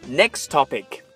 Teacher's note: 我们会发觉这两个词之间接触的部分，它们的辅音都是 t。所以我们只需要说后一个词，topic，这里的 t 就可以了。